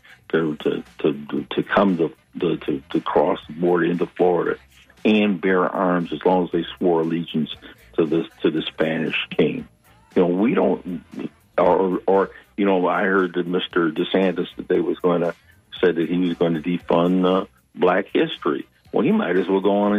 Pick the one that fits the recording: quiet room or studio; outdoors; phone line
phone line